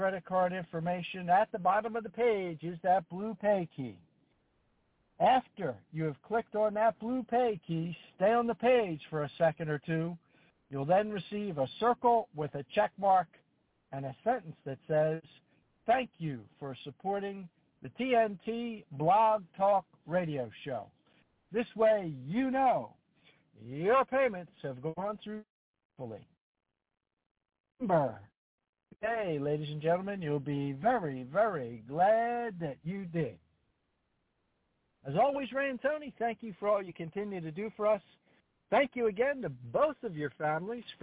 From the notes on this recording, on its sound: TNTSuperfantastic Conference Call